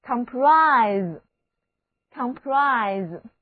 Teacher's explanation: 字母 S 要读作浊辅音 Z，重音第二个音节